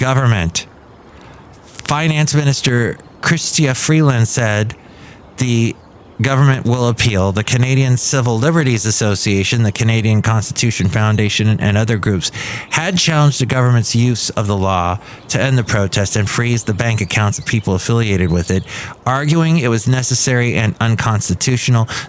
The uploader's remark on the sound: He podcasts live from Café Anyway.